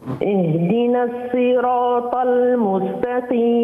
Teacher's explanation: واللام ما نخلوهاش تتأثر بالطاء